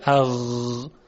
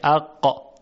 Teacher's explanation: پس ببینید فرق غین و قاف اینه، غین صداش نرمه و جریان داره اغ، اما قاف صداش شدیده و قطع میشه